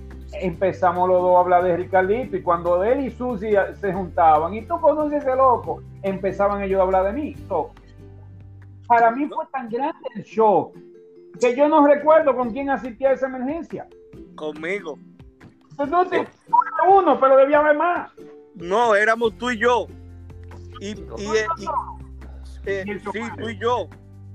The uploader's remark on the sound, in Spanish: Es el encuentro virtual de una generación de Instructores. Por ellos se conservo el audio original sin cortes y preservar ese primer encuentro virtual.